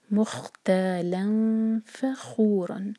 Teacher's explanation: مختا، تا دو حرکہ اور لام پر فتح کی تنوین، اس کے بعد فا، اور فتح کی تنوین جو ہے وہ سلائڈنگ ہے، تو یہ پہچان ہے کہ ہمیں یہاں پر اخفاء کرنا ہے، نون کی آواز کو چھپائیں گے اور فا کے لیے زبان تیار